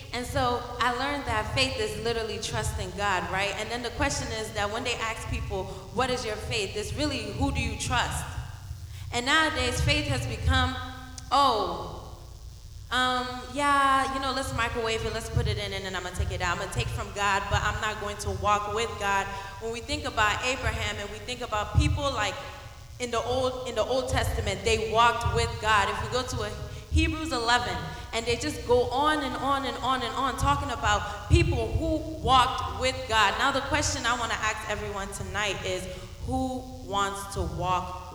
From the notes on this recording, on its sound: Be blessed by the live recording coverage of our Live 4 Christ Annual Event 2k15.